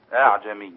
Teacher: والتسهيل لا تأتي بالهمزة ولا تأتي بالهاء يعني لا تصبح أعجمي ولا أعجمي بينهما الوسط